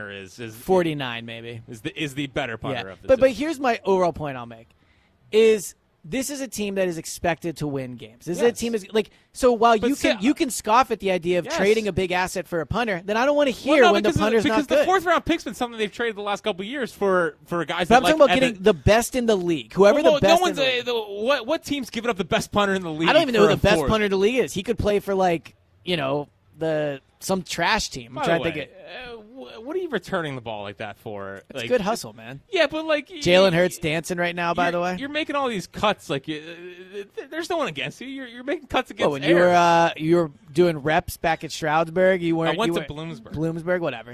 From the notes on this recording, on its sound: Live at Lincoln Financial Field, reacting to the Eagles only open practice of the season.